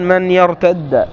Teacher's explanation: وقرأ الباقون من يرتد بدال واحدة مفتوحة مشددة · Term: الإدغام